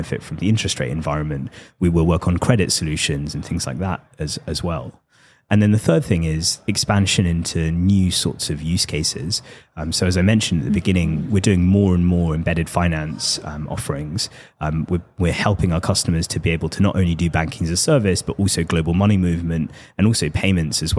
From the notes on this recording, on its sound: joins The MoneyPot LIVE at our booth in Amsterdam